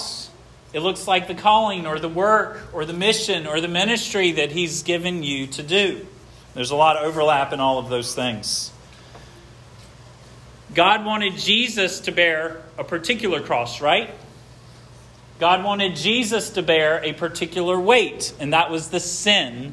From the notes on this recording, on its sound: This sermon was preached at Hope Fellowship